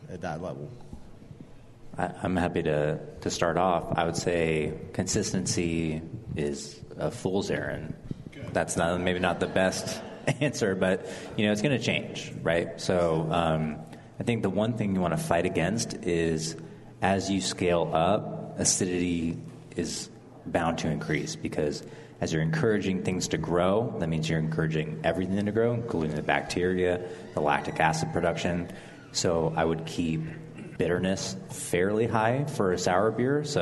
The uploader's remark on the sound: The Sour Hour continues its broadcast live from The Rare Barrel!